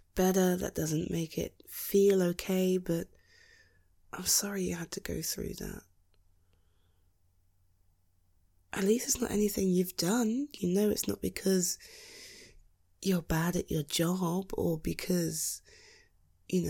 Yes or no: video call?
no